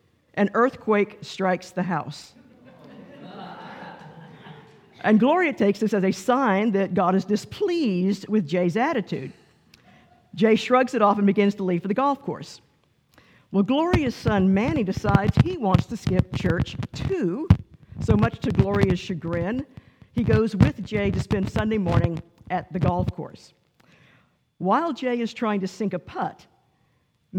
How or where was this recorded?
large echoing room